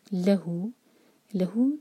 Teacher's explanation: لہو دو سلیبل والا ورڈ تو لا پر زور لہو ہو دو حرکہ یہ ہے مد صلہ صغرا.